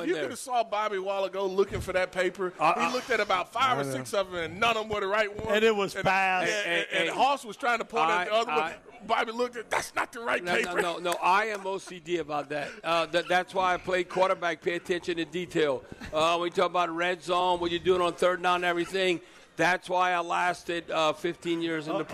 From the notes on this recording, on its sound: broadcasting LIVE at Rouses in Covington.